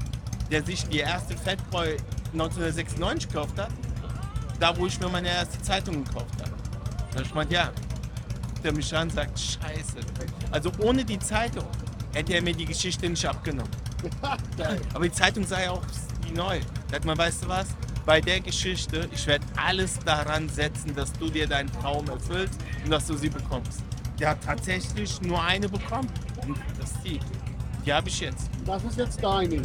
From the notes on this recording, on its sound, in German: Die Story habe ich mal kurz auf der Magic Bike Rüdesheim am Rhein aufgenommen